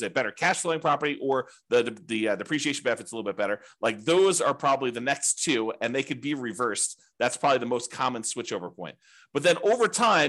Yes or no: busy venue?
no